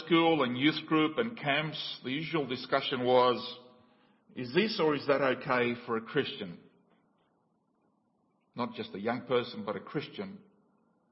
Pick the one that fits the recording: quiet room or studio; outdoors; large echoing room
large echoing room